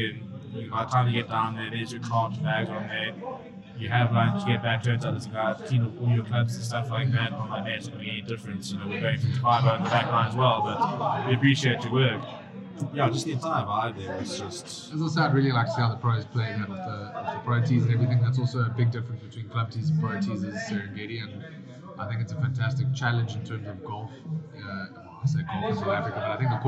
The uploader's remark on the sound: We apologize in advance for the quality of this episode. Due to loadshedding we were forced to record in a noisy area and some equipment failed which resulted in a poor audio quality.